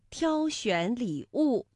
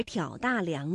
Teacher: 像挑选礼物，那就是读一声挑，而挑大梁呢，我们读三声